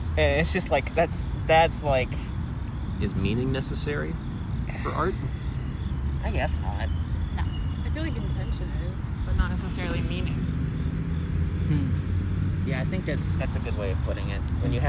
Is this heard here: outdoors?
yes